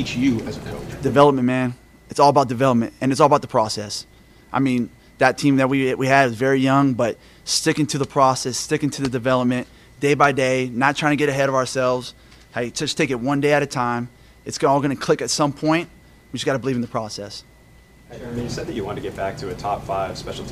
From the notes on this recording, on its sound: addresses the media during his press conference at Gillette Stadium